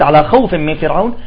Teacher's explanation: فهذه الواو ما فيها مد أبدا، تمام، يعني حركة عادية